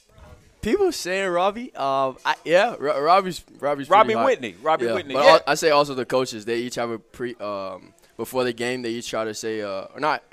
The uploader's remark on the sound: live from Monte De Rey Mexican Restaurant in Kernersville